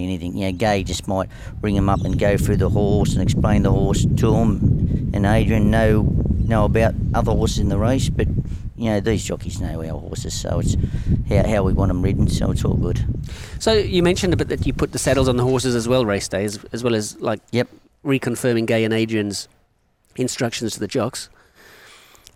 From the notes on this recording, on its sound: This episode was recorded at Mosman Rowers.